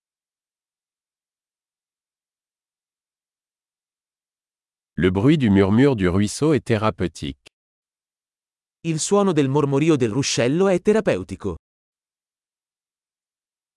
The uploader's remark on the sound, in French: Le bruit du murmure du ruisseau est thérapeutique.